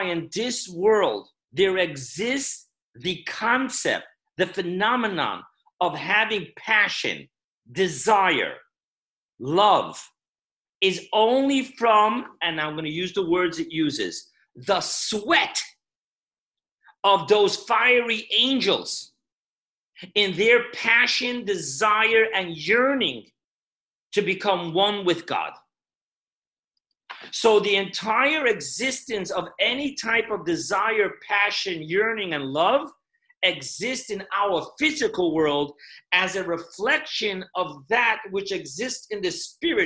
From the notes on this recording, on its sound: Zoom Parsha Class